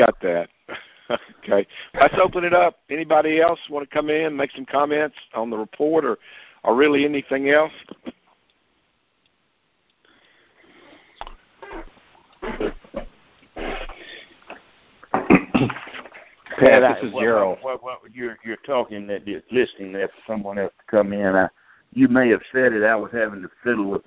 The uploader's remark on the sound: Monthly Conference Call